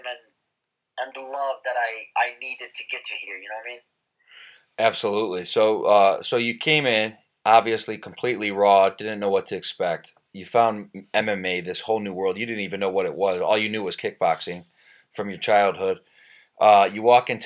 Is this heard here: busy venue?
no